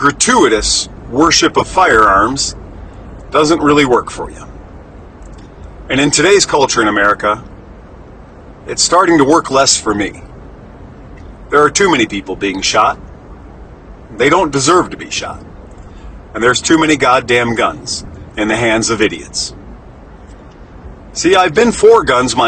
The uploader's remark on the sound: Recorded in the Truck while doing deliveries.